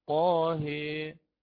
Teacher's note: أنا أفتح الهاء ثم أعود مباشرة حتى آتي بالألف على الإمالة الكبرى. فيقرأ الإمام ورش كما قلنا بالإمالة الكبرى، يقرأ هكذا طاه، انظروا لم أقل هي هكذا، هذه كسرة ويتولد بعدها ياء، ولكن كما قلنا هي 50% بين الألف والياء، بين الفتح والكسر، فأقرأ طاه هي هكذا، وهذه كما قلنا اللفظ الواحد.